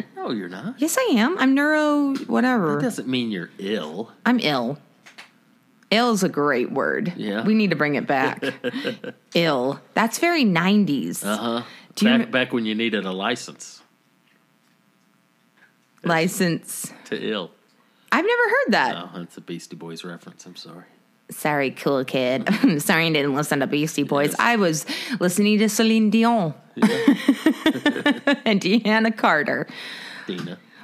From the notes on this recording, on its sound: apologies for the sound quality, there's a constant buzzing that annoyed us as well.